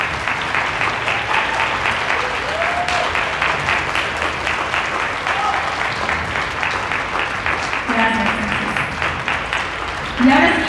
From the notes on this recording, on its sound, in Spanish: En este episodio te comparto la grabación de mi conferencia.